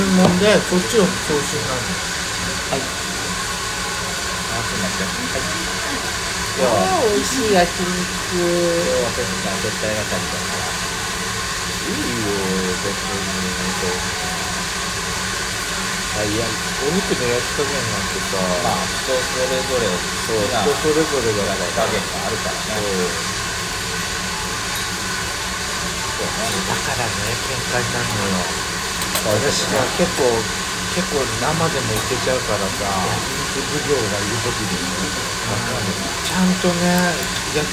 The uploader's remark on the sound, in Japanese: 換気扇の雑音がデカいため聴き取りづらいと思います。多分思ってるより轟音です。雑音ノイズ注意。